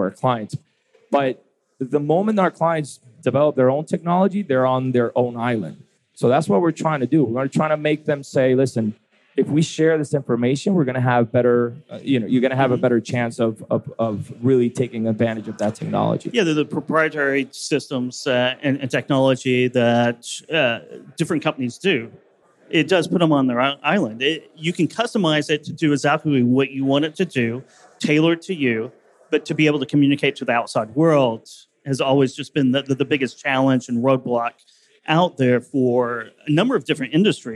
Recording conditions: busy venue